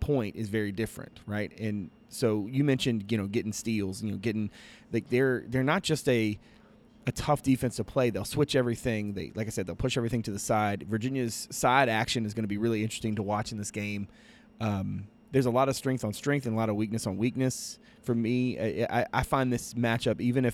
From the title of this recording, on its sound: Live From the Final Four